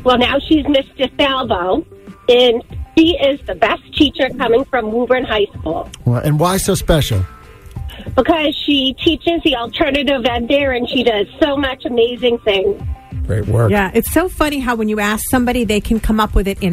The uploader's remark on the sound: The MAGIC Listeners also called